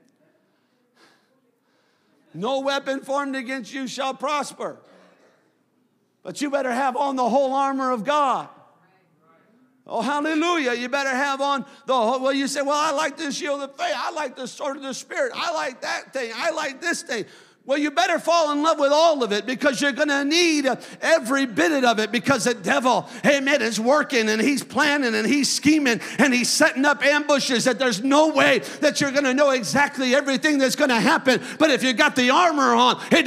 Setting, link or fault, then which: setting, large echoing room